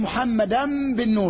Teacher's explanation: ما تخفيش الميم المنقلبة عن النون أو عن التنوين في الباء بغنة · Term: إقلاب